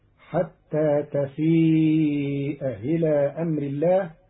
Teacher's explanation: قرأ قالون كلمتي تفيء إلى بتسهيل الهمزة الثانية المكسورة بين فتصير حتى تفيء إلى أمر الله على لغة بعض العرب، أن يأكل لحم أخيه ميتا.